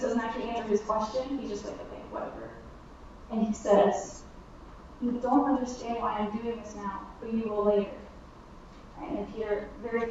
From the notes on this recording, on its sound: We apologize for the audio quality, the connection was bad.